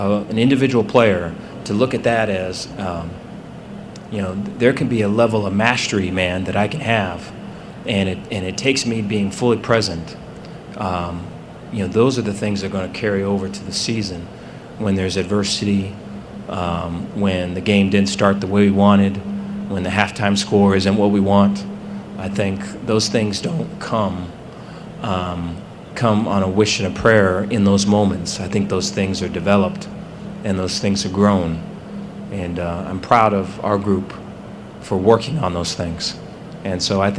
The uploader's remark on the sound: press conference at Big 12 Football Media Days